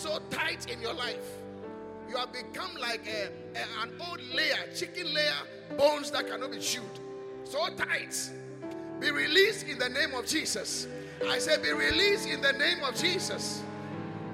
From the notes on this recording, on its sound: Preached at the Qodesh